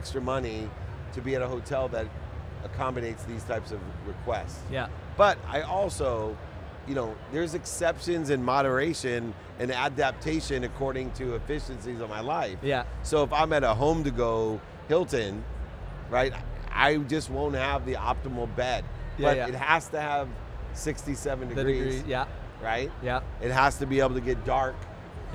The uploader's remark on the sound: at Collision Conference in June 2023